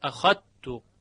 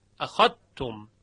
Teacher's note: شعبه حرف ذال رو در حرف تا یعنی تیه دو نقطه ادغام می کند